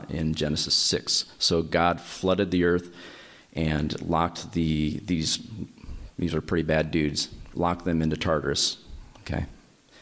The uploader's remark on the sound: My dad preached another sermon at our church. He recorded it.